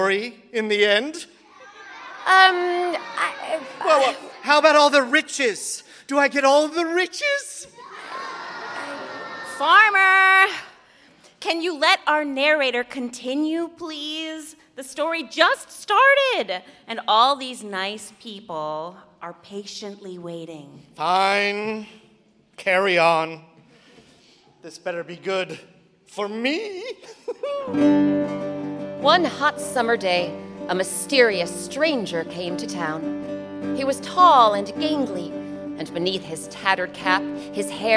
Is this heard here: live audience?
yes